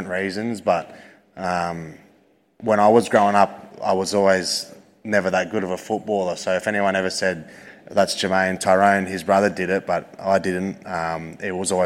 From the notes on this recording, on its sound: Live Show Audio. The audio from our live show.